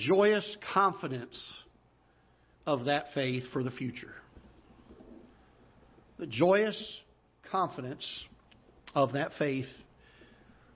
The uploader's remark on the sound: Ketha Heights Baptist Church ~ Live Broadcast.